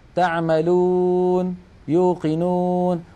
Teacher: ضم بسيط جدا. هذا الضم ضم ناقص